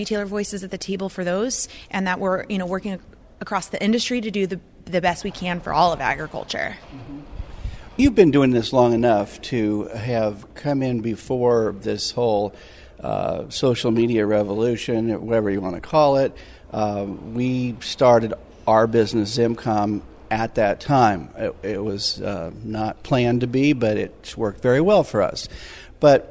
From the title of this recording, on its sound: Interviews from ARA Conference & Expo